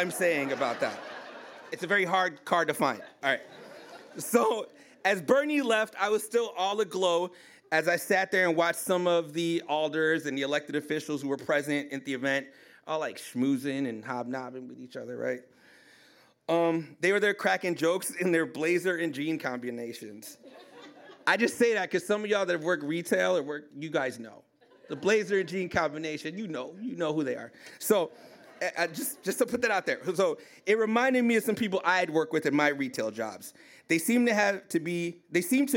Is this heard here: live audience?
yes